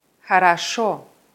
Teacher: liegt die Betonung auf der letzten Silbe. Deswegen wird das letzte O wie O ausgesprochen. Das mittlere O wird zu einem reduzierten A und das erste O zu einem AI-Laut.